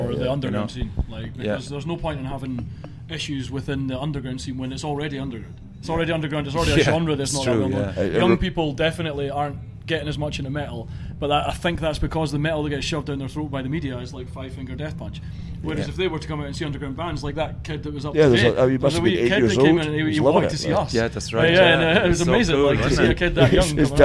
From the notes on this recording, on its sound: Urban Assault 2020. Recorded at The Old Town Whiskey Bar it was chaotic right from the start. A large hen party was in the room next to us.